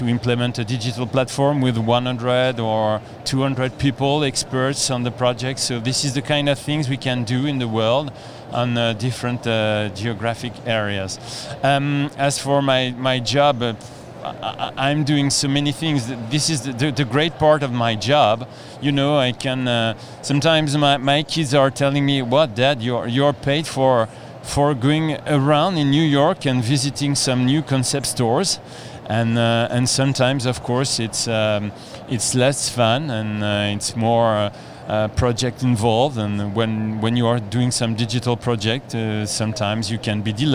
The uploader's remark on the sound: here is a podcast recording we made at the event